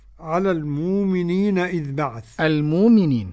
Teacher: إبدال الهمز لورش والسوسي وأبي جعفر وحمزة عند الوقف